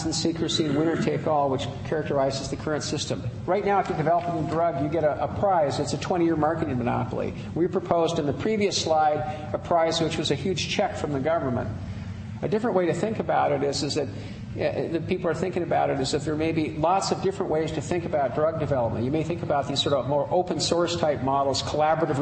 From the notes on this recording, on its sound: Princeton Colloquium on Public and International Affairs - Day Two - Dodds Auditorium 3:00 pm session.